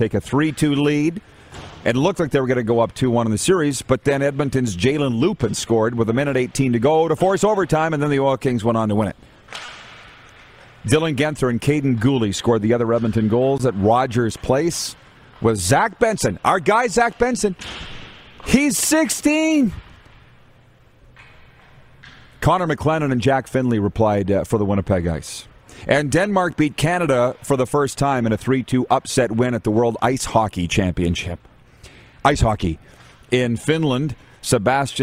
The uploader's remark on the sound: We are LIVE from the city of Estevan, Saskatchewan for the 2022 Centennial Cup Junior Hockey Championship